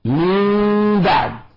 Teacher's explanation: الإقلاب فيه إخفاء، فيه قلب النون الساكنة والتنوين ميما، وفيه إخفاء وفيه غنة. هذه أشياء ثلاثة لازمة في عملية القلب أو ما يسمى بالإقلام.